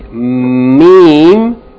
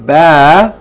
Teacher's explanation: With ba and meem, the lips are closed. But ba, not as tight as meem.